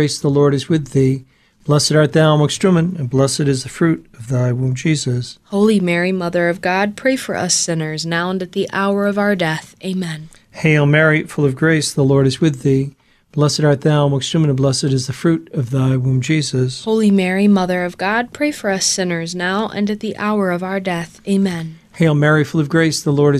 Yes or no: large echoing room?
no